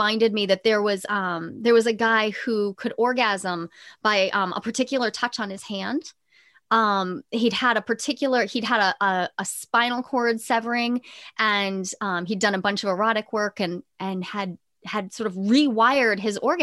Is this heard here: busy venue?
no